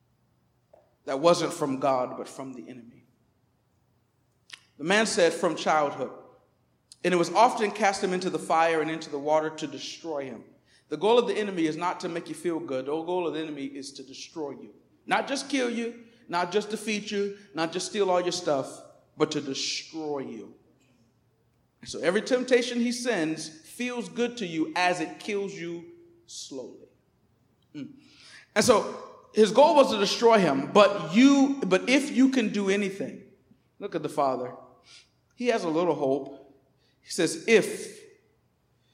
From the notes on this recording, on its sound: Recorded on 2016-09-11 at the 11:30am Service.